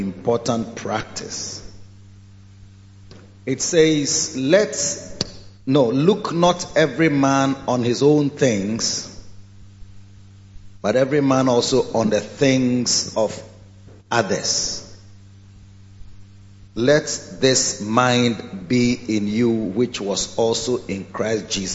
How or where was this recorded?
large echoing room